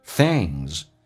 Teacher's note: 咬舌头，舌尖往上指搭一下，后鼻音 things